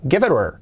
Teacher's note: Incluso la H la podemos omitir.